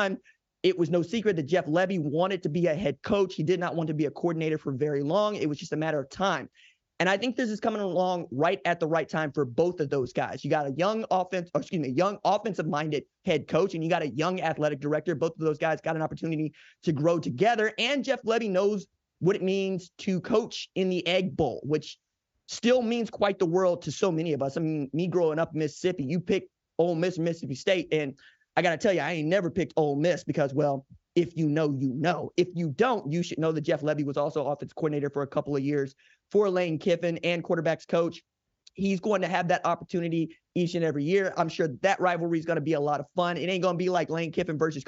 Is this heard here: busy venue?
no